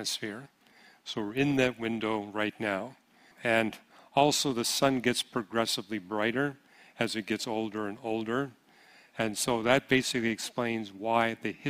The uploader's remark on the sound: Q & A Session Pt 3 – 2023 Apologetics Conference